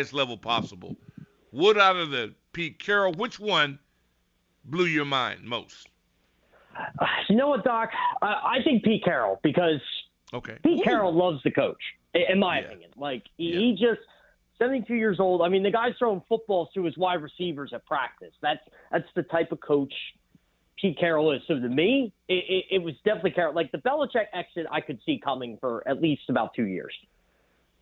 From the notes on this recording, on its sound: opens the phones to hear from the listeners